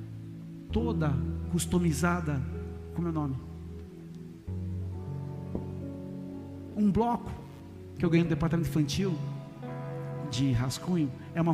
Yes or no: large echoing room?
yes